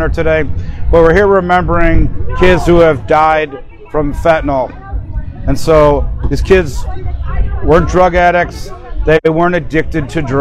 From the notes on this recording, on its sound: We are on location at Woodstock Harley-Davidson for the My Childs Life Matters ride against fentanyl.